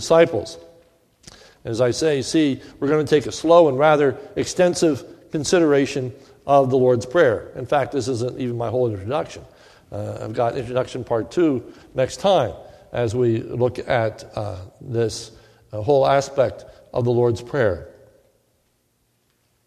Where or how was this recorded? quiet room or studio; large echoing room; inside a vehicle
large echoing room